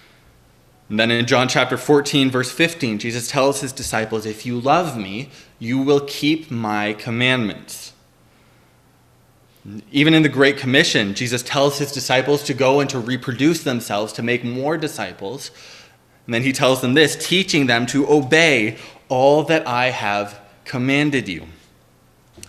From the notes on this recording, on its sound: At Liberty Grace Church.